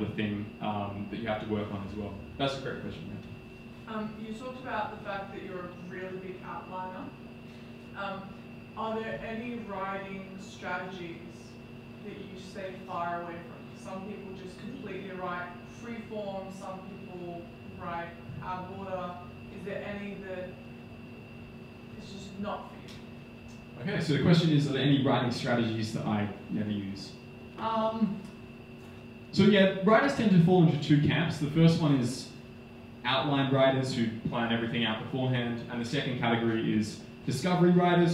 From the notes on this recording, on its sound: Book Launch Party. Today's episode features the audio recording from my latest book launch.